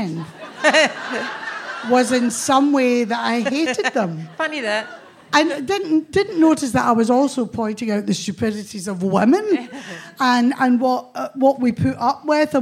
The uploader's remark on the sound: This week, it's a special episode of the podcast recorded at the Glasgow Comedy Festival! A live audience.